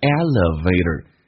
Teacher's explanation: 这个 e 可以弱化成 a，这没有问题